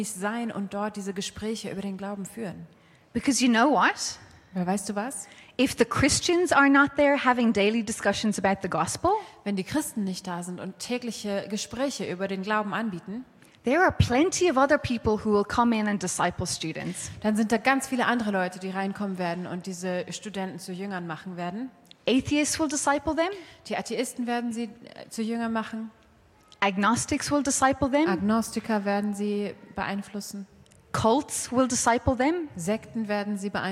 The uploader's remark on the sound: Saturday Evening Session of the 2023 Every Nation Campus Conference hosted by Every Nation Berlin